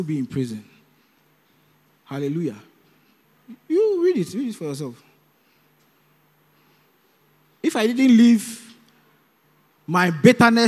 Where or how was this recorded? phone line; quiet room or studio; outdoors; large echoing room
large echoing room